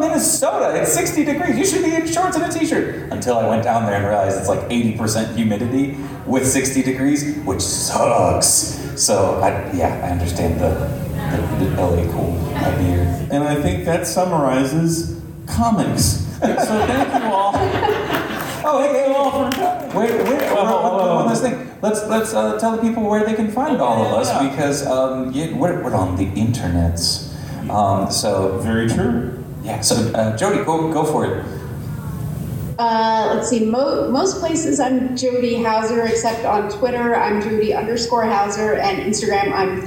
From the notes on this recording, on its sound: the complete comics panel from CONsole Room 2024